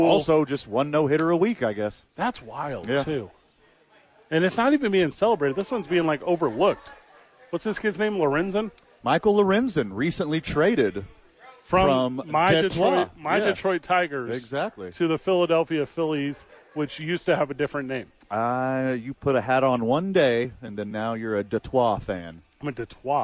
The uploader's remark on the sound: live from ABQ AXE